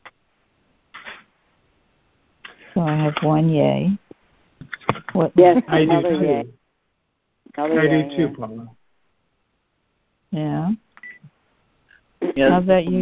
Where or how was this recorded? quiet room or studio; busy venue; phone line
phone line